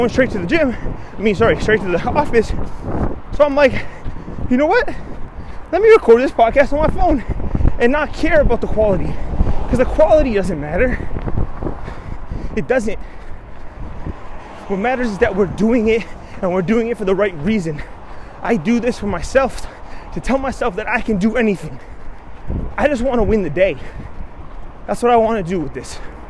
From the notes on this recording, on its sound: Recorded This Podcast On A Run. Recorded this podcast while on a morning run.